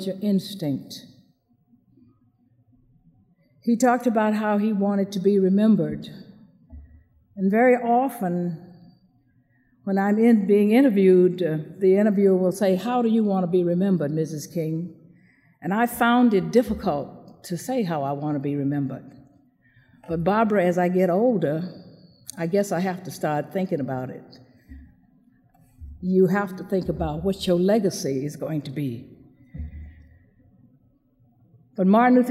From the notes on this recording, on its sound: recorded at the Academy of Achievement's 1997 program in Baltimore, Maryland